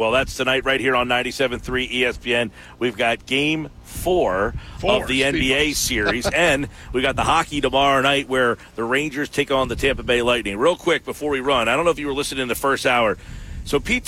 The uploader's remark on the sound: the full show live at the Shoprite LPGA Classic